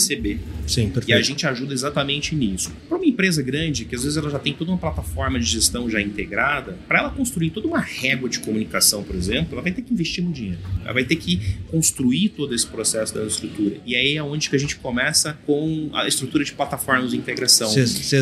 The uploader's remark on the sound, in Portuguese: gravado durante a Gramado Summit